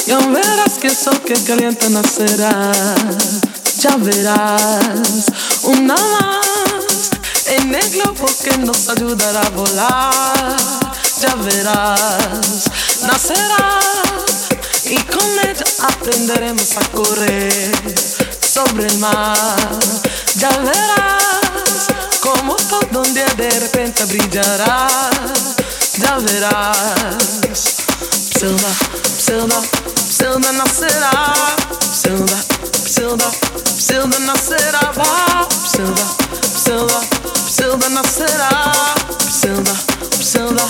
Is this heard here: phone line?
no